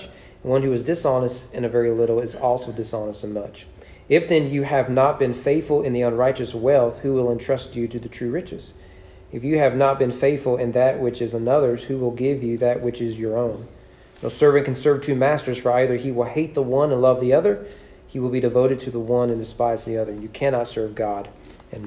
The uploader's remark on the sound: Sermon preached at East Frankfort Baptist Church